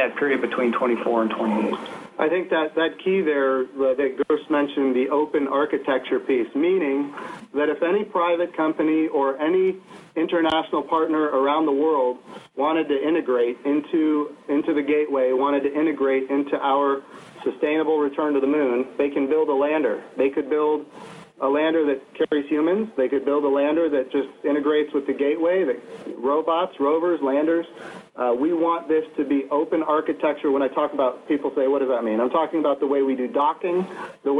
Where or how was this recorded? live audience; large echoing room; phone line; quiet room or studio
phone line